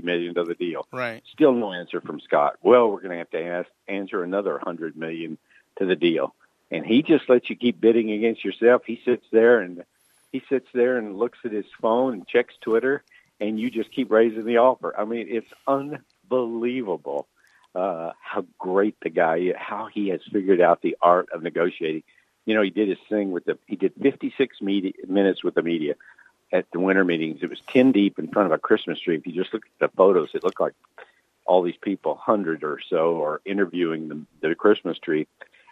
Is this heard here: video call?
no